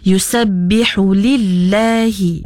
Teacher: Makhraj huruf lam tu nya adalah pada makhraj al-lisan, iaitu makhraj yang keluar daripada lisan kita ataupun lidah kita. Mungkin kita boleh perbaiki lagi dari segi sifat huruf lam ya. Nya nipis, jangan ditebalkan.